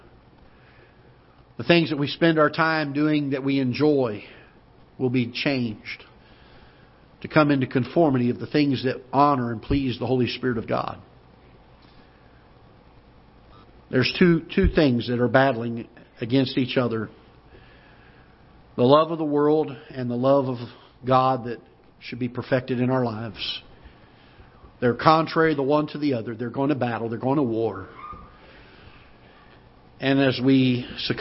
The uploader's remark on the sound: Ketha Heights Baptist Church ~ Live Broadcast